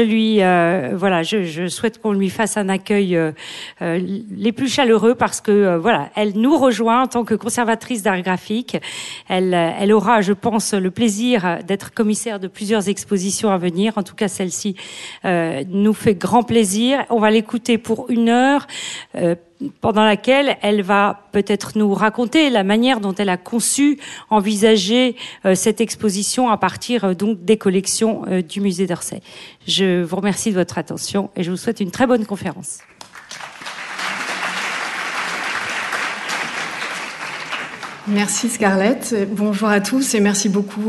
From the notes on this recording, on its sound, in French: Enregistrement de la conférence inaugurale du 24 mars 2023